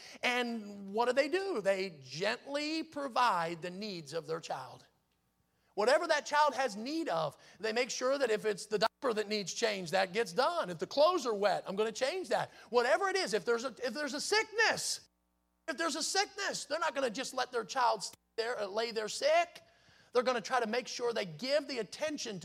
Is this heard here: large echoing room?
yes